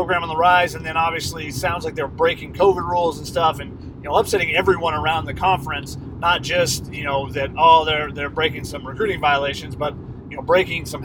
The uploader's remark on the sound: On their return trip from Tempe. A podcast from the car on Interstate-10. Their desert road trip.